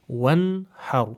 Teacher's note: you must give adhar for the noon. You don't do any form of ghunna